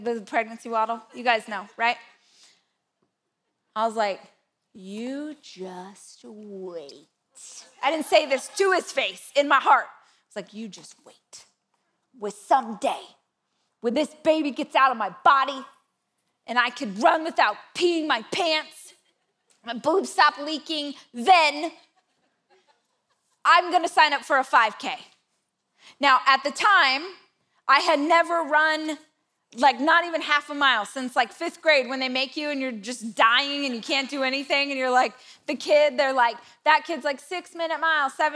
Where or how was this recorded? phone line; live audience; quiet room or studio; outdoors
live audience